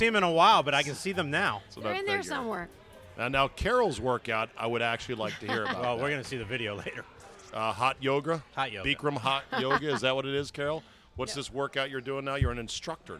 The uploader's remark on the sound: Recorded at DC Prime Steakhouse in Ashburn, VA.